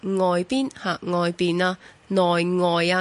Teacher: 呢一个阳去声咧，因为佢属于阳声调嘅字，亦都应该读 NG 声母嘅